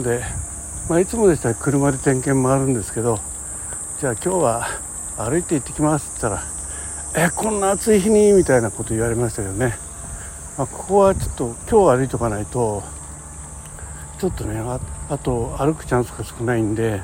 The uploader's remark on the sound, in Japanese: 歩きで施設点検。移動中やることないので収録してます。